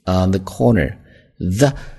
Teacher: on the corner, the,在这是一个浊音咬舌头啊